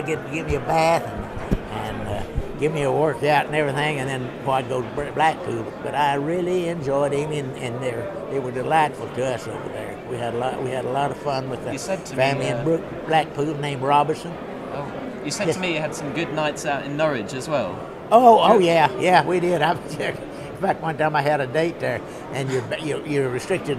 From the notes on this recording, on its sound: recorded by students from Norwich University College of the Arts at the 61st convention of the 2nd Air Division Assn, Dallas, Texas (17th - 20th October 2008)